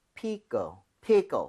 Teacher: pickle, pickle 빠르게 하면 껄에 가깝게 자연스럽게 네. 된소리가 될 겁니다